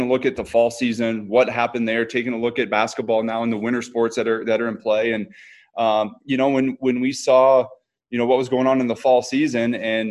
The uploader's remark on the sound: hosted a zoom call